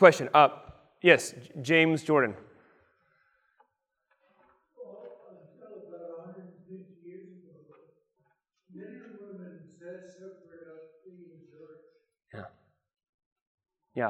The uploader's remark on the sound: Lecture on the kiss of peace given at the 2023 Theopolitan Ministry Conference.